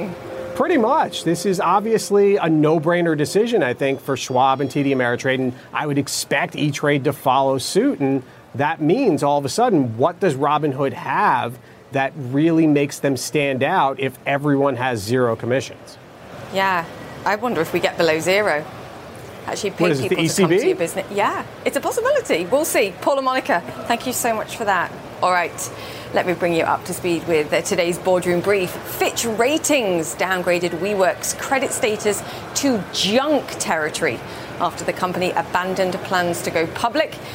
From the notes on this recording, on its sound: live from the New York Stock Exchange